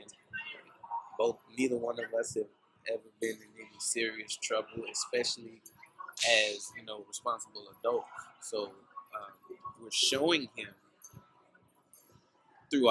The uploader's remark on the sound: This week's episode is our first on location episode. We recorded this week's episode at the Carolina Place Mall in Pinville, NC. This was also our first Pop up shop and we chose to record an episode to help pass the time.